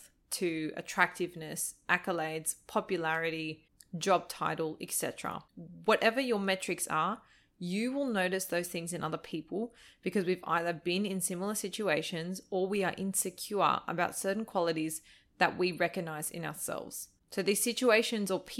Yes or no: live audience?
no